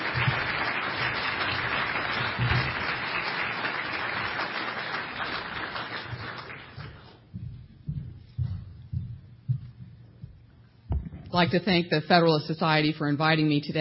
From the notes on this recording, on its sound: The Federalist Society's Federalism & Separation of Powers Practice Group presented this panel discussion at the 2007 Annual National Lawyers Convention on November 15, 2007.